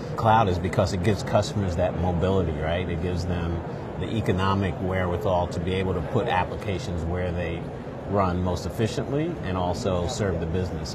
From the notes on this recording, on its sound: an Interview in Action live from ViVe 2023